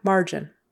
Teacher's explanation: Accent on the first syllable, margin.